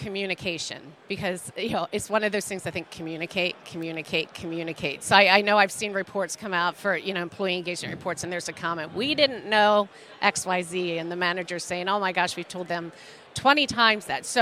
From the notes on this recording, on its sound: NIC Chats Podcast On the Road. Broadcast live from the 2023 NIC Fall Conference in Chicago.